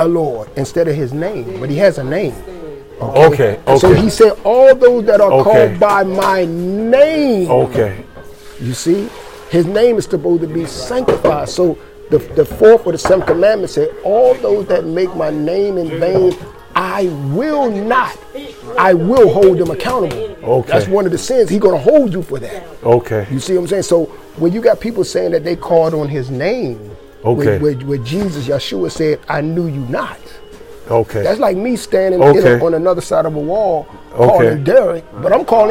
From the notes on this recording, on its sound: Interview was extemporaneously done, per background noise.